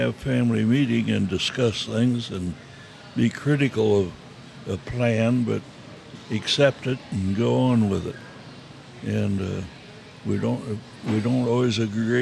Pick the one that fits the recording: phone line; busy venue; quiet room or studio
busy venue